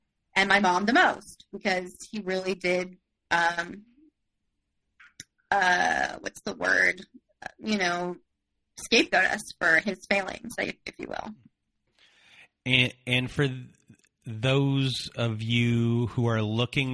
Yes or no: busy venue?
no